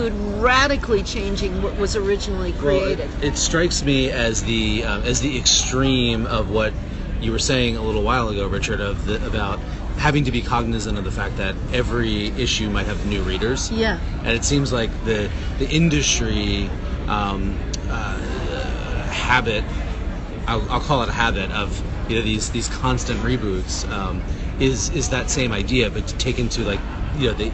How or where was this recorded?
busy venue